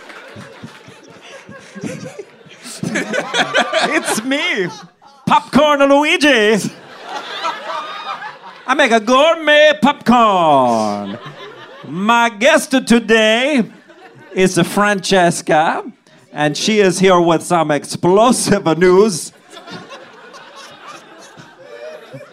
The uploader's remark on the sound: Live from the Dynasty Typewriter